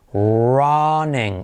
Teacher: fíjate cómo la R genérica siempre trae consigo una U